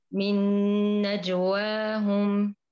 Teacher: أسمع قلقلة الجيم، قويها